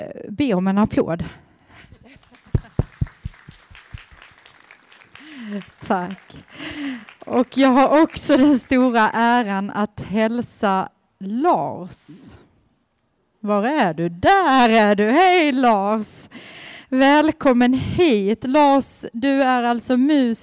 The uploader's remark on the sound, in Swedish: I det här avsnittet får vi lyssna till en inspelning från invigningen. Den 28 september, i strålande höstsol möttes ett åttiotal personer över en mugg soppa för att vara med då ett nytt offentligt konstverk avtäcktes.